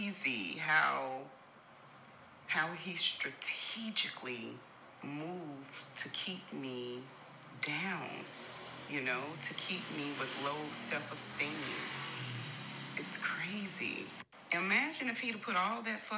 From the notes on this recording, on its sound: So, please forgive any background noise.